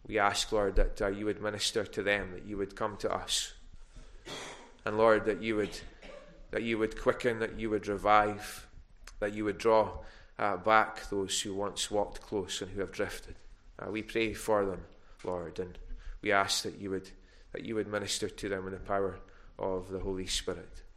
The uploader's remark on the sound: recorded at North Harris Free Church on the evening of Sunday 14 November 2021.